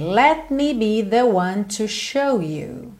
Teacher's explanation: Eu só ponho a língua lá no céu da boca e já estou fechando os lábios pro M.